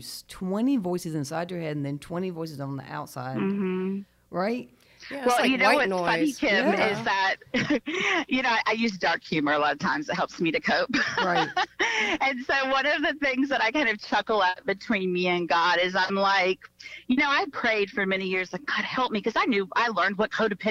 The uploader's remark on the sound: Via phone call.